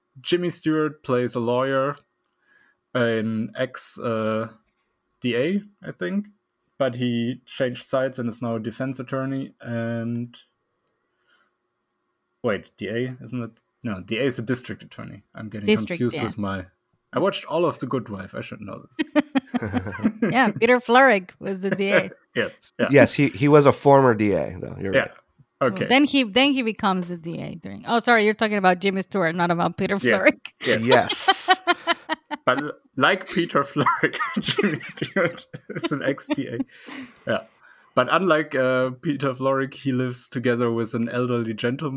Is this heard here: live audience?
no